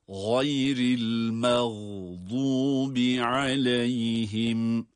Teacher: Gayri, gayin kalın. El mağdubi, yine mağdub kelimesindeki gayin kalın. Vat harfi kalın.